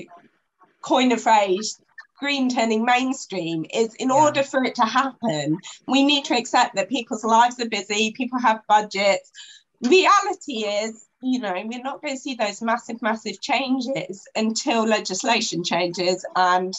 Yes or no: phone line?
no